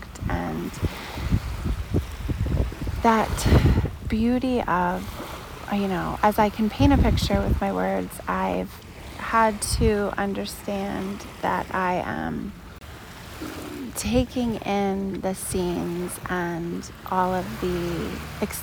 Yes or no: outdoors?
yes